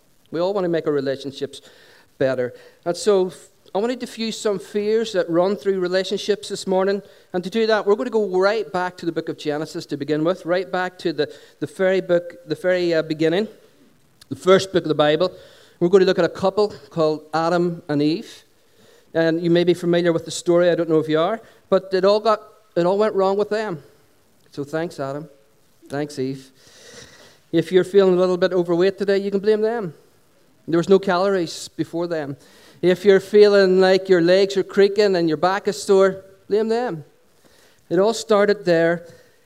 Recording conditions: live audience